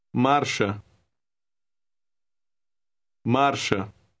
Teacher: Word 9 has an R in the middle. It is a rolling R, but pronounced very lightly.